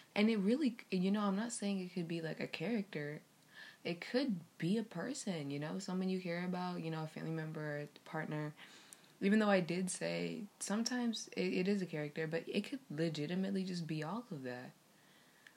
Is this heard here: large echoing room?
no